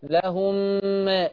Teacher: خلي بالك من إدغام الميم في الميم إن معاه غنى